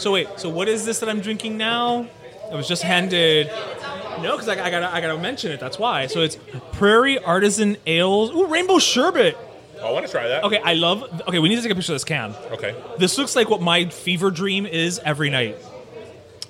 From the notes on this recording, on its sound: LIVE from Union Beer Store. It’s our first ever live show. We truly felt the love from everyone who came out in support.